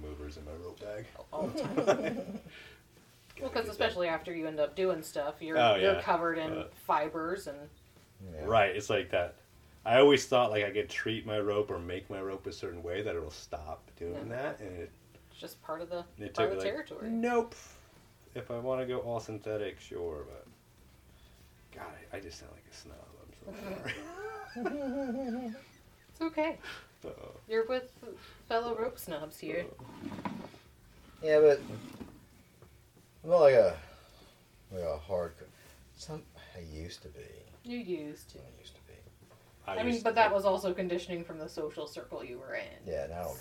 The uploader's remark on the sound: With this episode, we try adding a third...person in the studio with our very first guest interview. This is our first time trying to record three people with just our two wireless DJI mics.